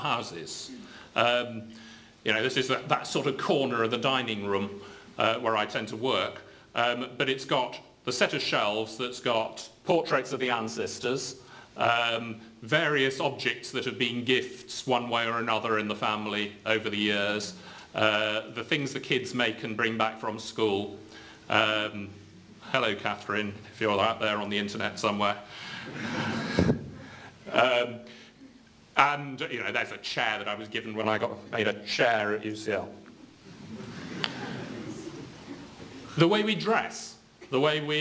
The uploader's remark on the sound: UCL Lunch Hour Lecture.